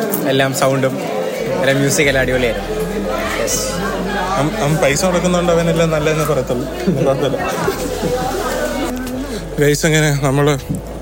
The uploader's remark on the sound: This episode is based on a recent Christmas Program that happened at Trivandrum, we were all having fun, so I thought of recording our fun conversations and the surround sound!